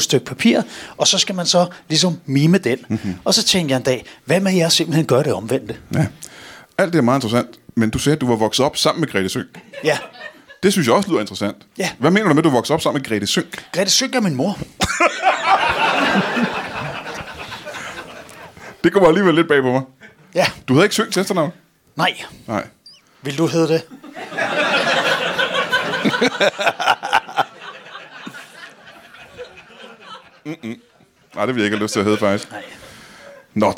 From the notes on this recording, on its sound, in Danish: LIVE fra 27b i Kolding. Optaget live på fremragende 27B i Kolding.